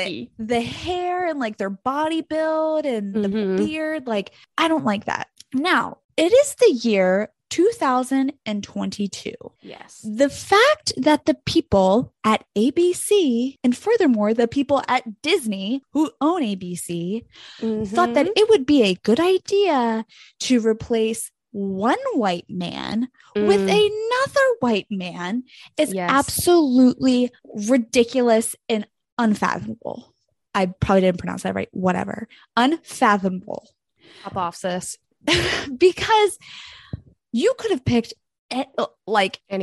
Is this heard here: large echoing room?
no